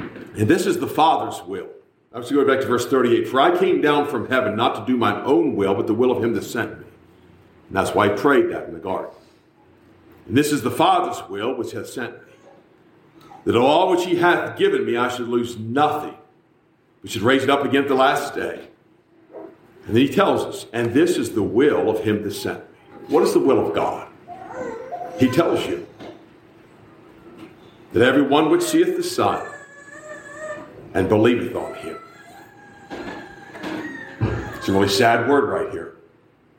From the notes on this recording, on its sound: A message preached at the Black Creek Baptist Church in Black Creek, NY